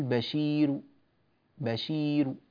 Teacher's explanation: فآتي بالراء مرققة لأنها مضمومة بعد ياء ساكنة